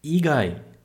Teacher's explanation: Igai desce de cima para baixo.